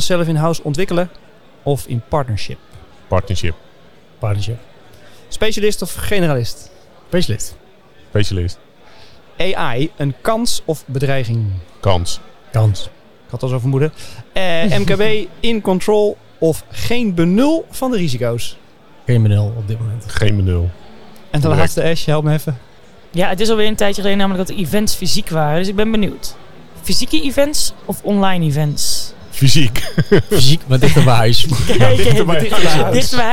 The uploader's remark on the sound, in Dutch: Live vanaf ESET Inspire!